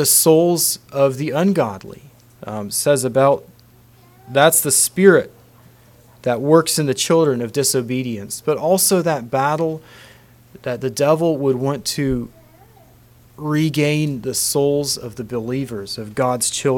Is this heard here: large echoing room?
yes